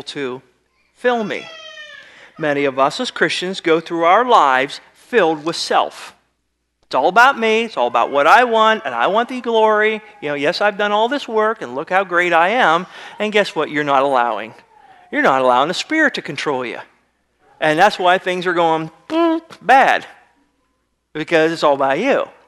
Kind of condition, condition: setting, large echoing room